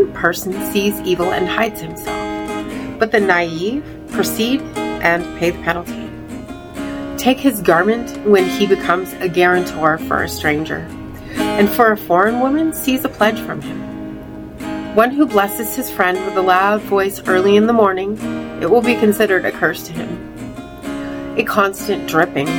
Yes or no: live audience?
no